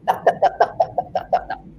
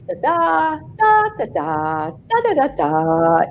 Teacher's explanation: So Indian background languages are stress timed. Every syllable is said more or less even, the vowels are more or less even. · Shown in: first take · Okay, that's not always, but, and every vowel is pronounced, yeah?